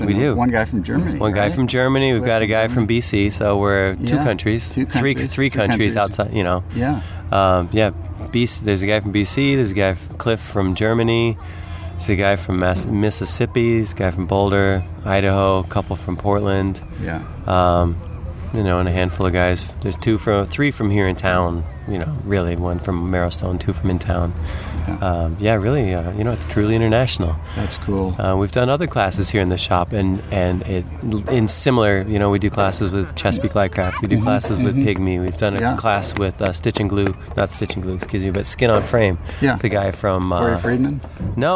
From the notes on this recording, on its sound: Recorded during the August 2012 SCAMP CAMP at the NW Maritime Center in Port Townsend, WA. PS Please note this podcast was recorded several years ago.